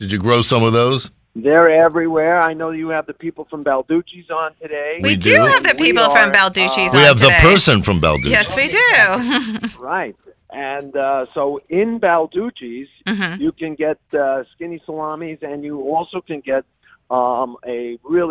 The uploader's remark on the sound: Our first guest is in the studio! Calls in from the United Kingdom.